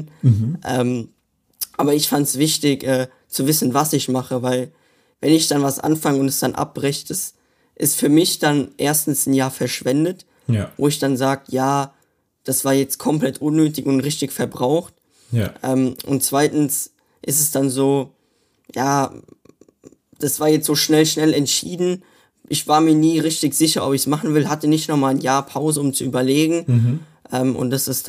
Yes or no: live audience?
no